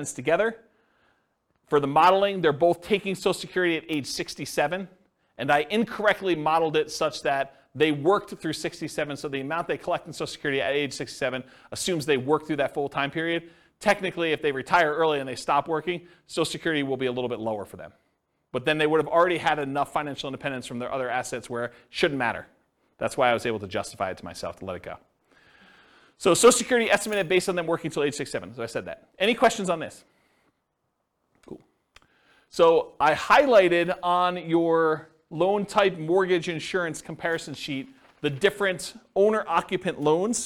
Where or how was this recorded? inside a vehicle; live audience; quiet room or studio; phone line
live audience